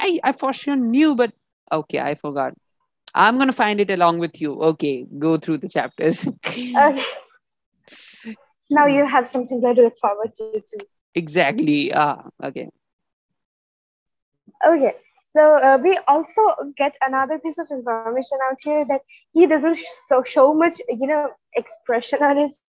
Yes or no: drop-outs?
yes